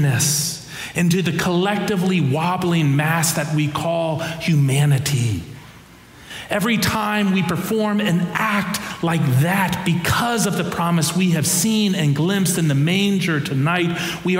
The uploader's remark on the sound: Preached during our Christmas Eve Candlelight Services